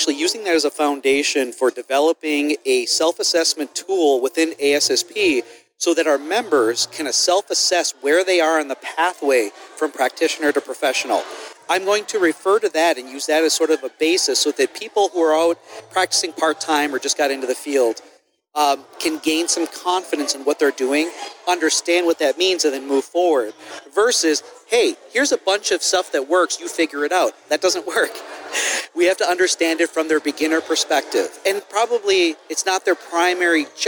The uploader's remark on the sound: Tonight at the Safety FM Roadshow coming to you live from the Hyatt Regency on International Drive in Orlando, FL. Enjoy this live interview from the Safety FM Roadshow.